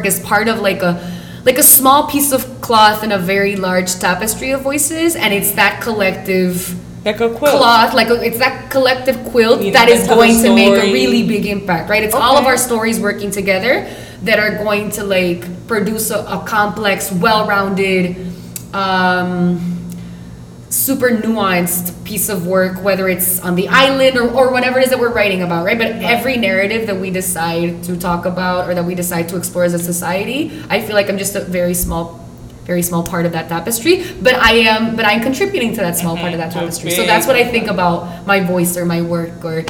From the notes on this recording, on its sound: Recording live from la IUPI.